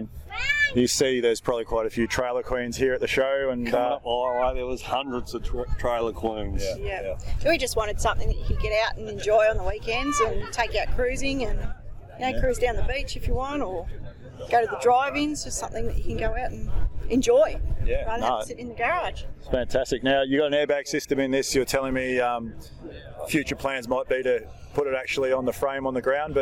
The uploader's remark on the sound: This episode was recorded over a year ago at the Bright Rod Run in NE Vic.